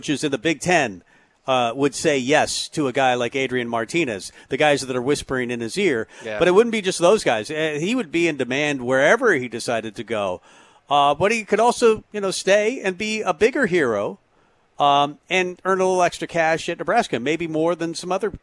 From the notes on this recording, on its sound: Tailgate Tuesday live from Chick-Fil-A